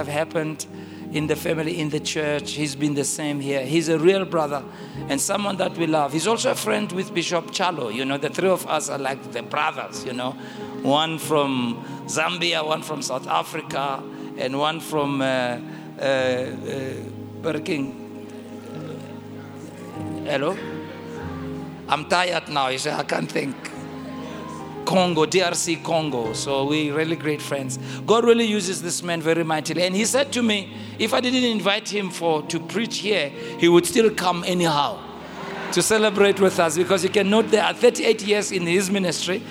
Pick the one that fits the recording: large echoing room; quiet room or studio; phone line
large echoing room